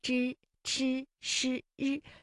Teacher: 由舌尖向上翘起，然后和硬腭的前部相接触，然后啊，这个气流就受到了阻碍，形成的一种辅音 · Term: 翘舌音